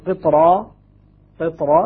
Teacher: تبقى الراء مفخمة ولا ترقق بسبب الطاء